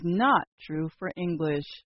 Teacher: you just heard me add stress to the word not to help make that message clear. When we talk about stress in spoken language, we are talking about saying something louder and holding the sound a little longer.